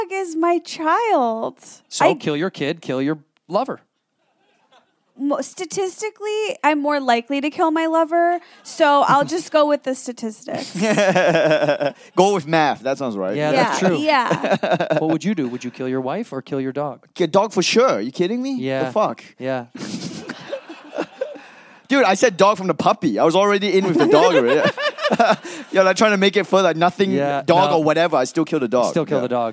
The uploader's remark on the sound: Live in Toronto at JFL42. To a live audience.